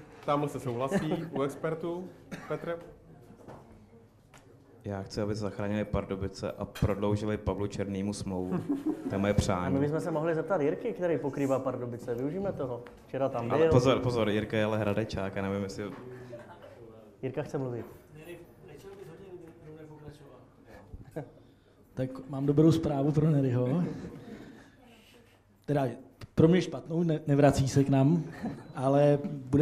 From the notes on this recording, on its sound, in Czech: Premiérově se natáčelo před živým publikem.